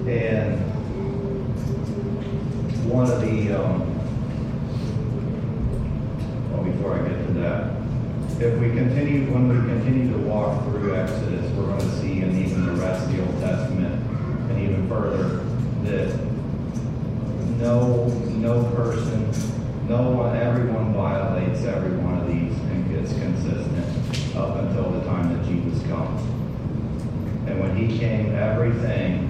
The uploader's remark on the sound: sorry for the poor audio quality